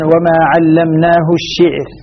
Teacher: راء مرققة وقفا، لكن إذا وصلناها الشعر صار مفتوح